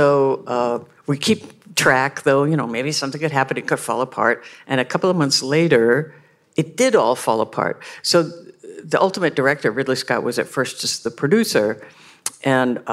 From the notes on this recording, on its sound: Live from the Bentonville Film Festival